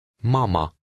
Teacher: In Hungarian, the stress is always on the first syllable of a word. The final A is unstressed and has an ah sound.